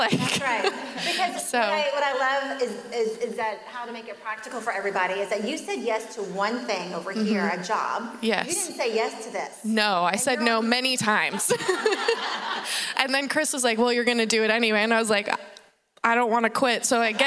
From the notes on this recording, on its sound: From the 2023 Interactive Women's Leadership Conference. Q&A with audience members.